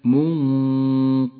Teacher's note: فخمت الغنة لأن حرف القاف الذي بعد النون حرف استعلاء مفخم · Term: الإخفاء بغنته المفخمة